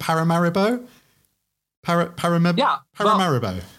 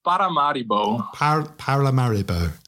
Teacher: It's with the rolling R and this short syllables. · Shown in: second take